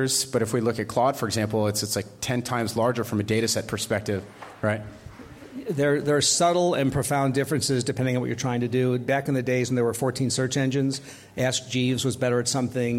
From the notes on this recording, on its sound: LG NOVA Innovation Festival- AI Startup Tools. Hosting this panel at the LG NOVA Innovation Festival.